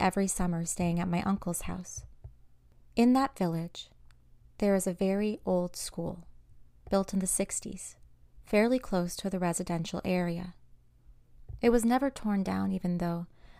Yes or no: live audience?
no